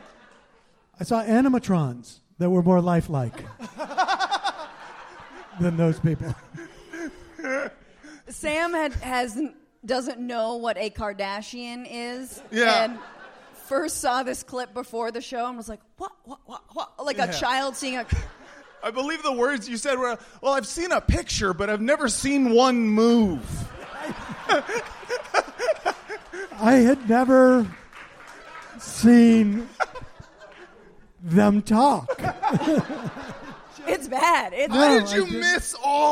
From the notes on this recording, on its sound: LIVE From Brooklyn. A special LIVE episode from the Bell House. We get into it all in front of a tremendously warm Brooklyn audience.